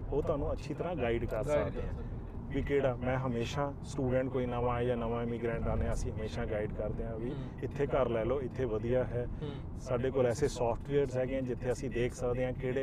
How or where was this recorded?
inside a vehicle